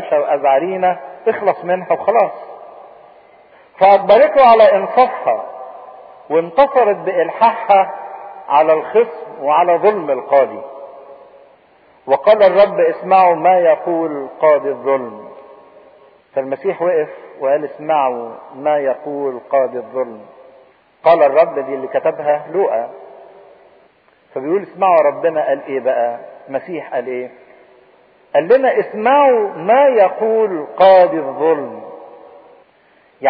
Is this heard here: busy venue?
no